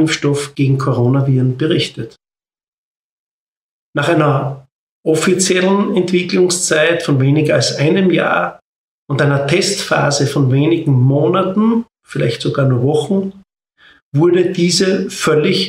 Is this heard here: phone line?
no